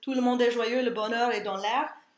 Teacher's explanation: we have a lot of vowels that have either an open e or the open o lips that we can just maintain